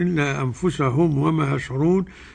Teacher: والميم الساكنة في أنفسهم أتى بعدها واو إظهار شفوي